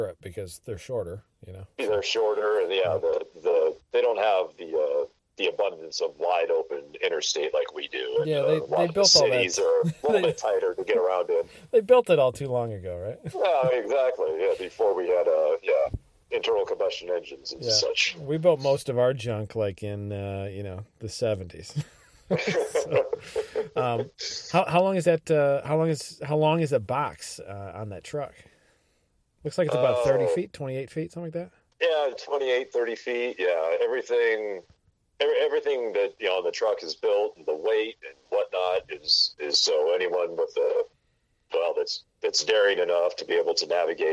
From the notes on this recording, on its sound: gets on the phone